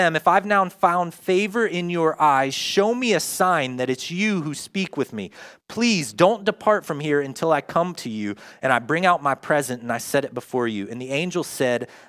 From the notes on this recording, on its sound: Join us for a new teaching live from Covenant Church! In Person services at 9:30am and 11am at AMC Theatre Grove City.